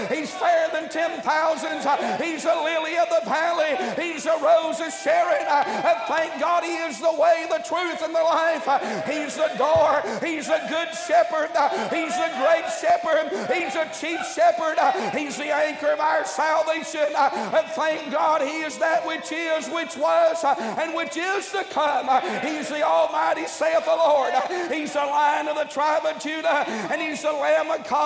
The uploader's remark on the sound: during the Wednesday Morning service of the 38th Annual National Pastors' & Workers' Conference in Santa Clara, California